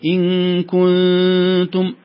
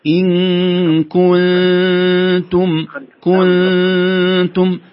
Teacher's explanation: أين لو ما انتبهنا سيظل ضم الشفتين من الكاف إلى التاء، نقول إن كنتم، هذا خطأ، لابد أن نرجع الشفتين في النون المخفاة ثم نضمه مرة ثانية في التاء · Shown in: second take